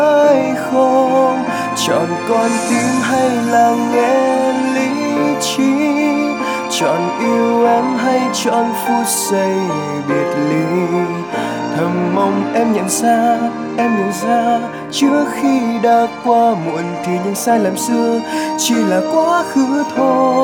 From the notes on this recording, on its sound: Recorded by my mobile phone